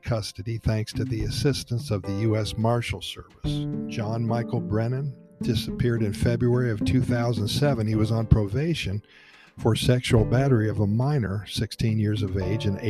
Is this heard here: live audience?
no